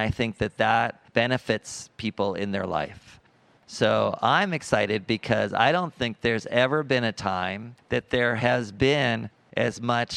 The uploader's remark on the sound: Live at the L.A. Art Show. Live at the LA Art show. Join us for the first ever live Art History Babes podcast!